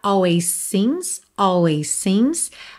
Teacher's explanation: Always termina em S, seems começa em S. Você pode juntar num S só